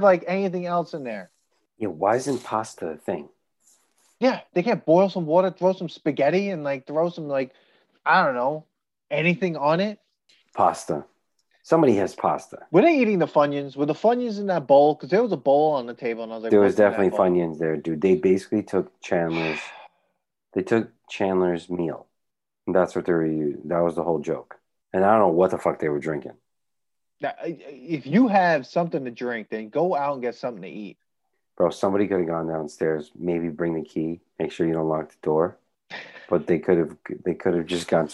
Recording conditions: video call